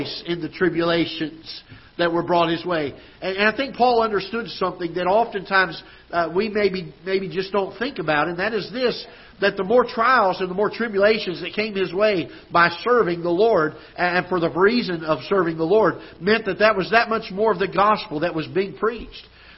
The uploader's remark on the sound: Ketha Heights Baptist Church ~ Live Broadcast.